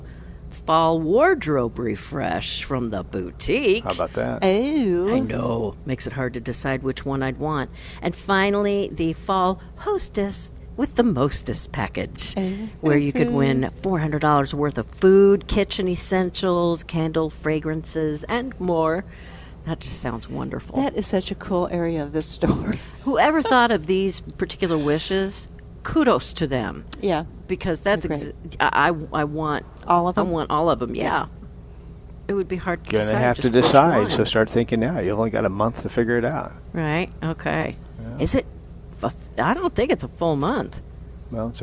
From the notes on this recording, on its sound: Plant Experts Live at Prairie Gardens